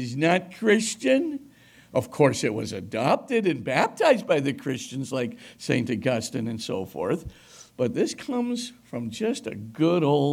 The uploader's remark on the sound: Delivered a lecture at Christendom College on Monday, September 18.